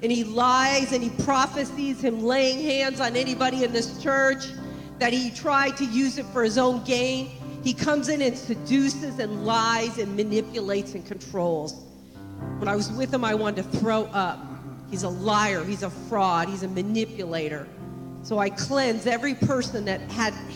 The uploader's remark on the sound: This message was recorded on February 4, 2024, at Gateway Church in Richmond, Indiana.